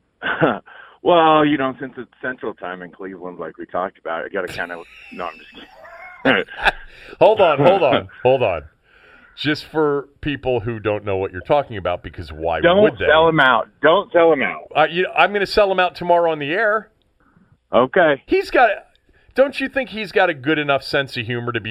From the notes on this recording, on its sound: called in from the road as he's headed for Cleveland from Wyoming